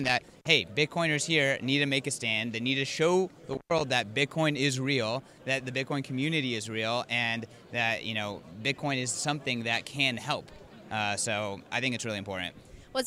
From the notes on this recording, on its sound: On location at Bitcoin Amsterdam!